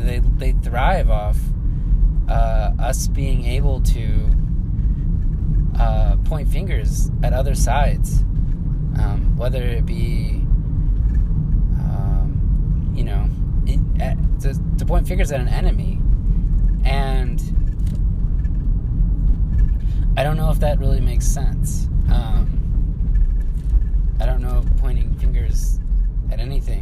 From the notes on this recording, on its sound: I've recorded some night vibes along with my car sounds.